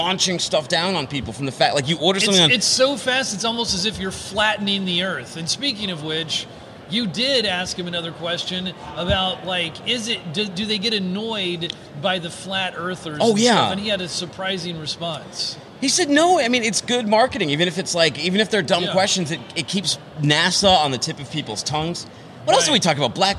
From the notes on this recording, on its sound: Air Cargo 2020 Nashville. We're coming to you live from Air Cargo 2020 in Nashville.